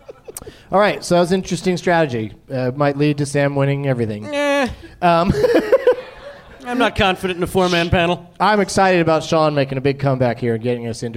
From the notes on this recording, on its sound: Live from the Helium Comedy Club in Portland, OR